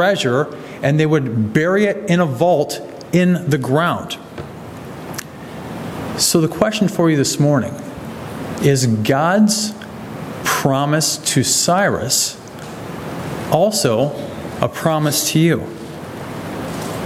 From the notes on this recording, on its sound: sermon from August 13, 2023 at the Clarence Church of Christ, Clarence, NY